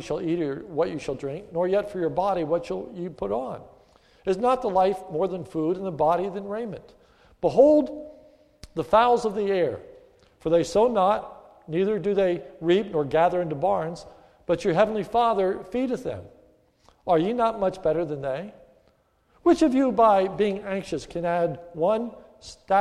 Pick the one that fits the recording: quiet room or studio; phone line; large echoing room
large echoing room